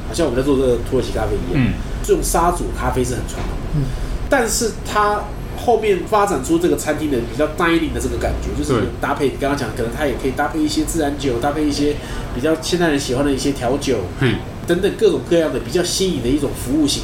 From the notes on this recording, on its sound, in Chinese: 本集白噪音指數：微風級 2/5。錄音地點： 一步一步來 - Kopi Ibrik。